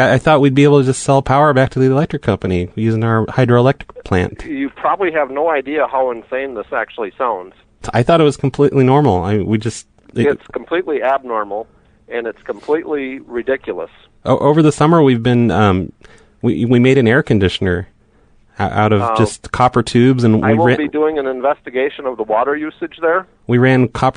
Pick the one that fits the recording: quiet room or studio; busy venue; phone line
phone line